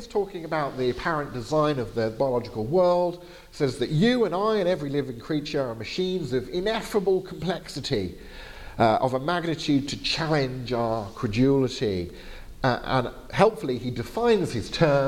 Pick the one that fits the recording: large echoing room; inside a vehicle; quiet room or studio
large echoing room